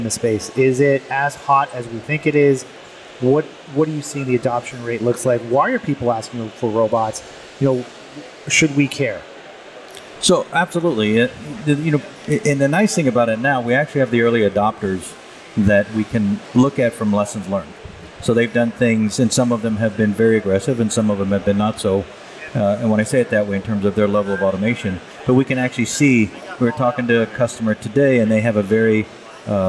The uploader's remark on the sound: On location at MODEX 2022